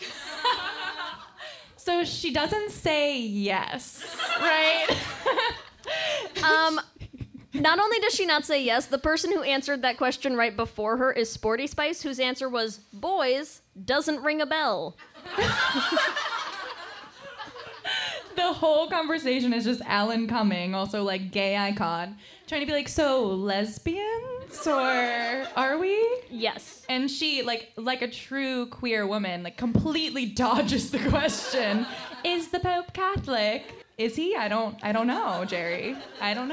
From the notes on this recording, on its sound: LIVE from the Virgil. LIVE in Los Angeles at the Virgil.